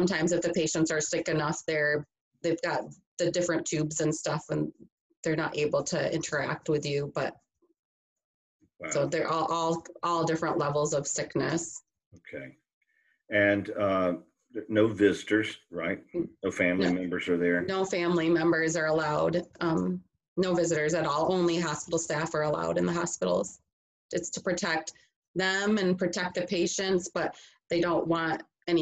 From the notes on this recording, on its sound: Virtual chapel series "Zooming in on Hope" with a Zoom conversation.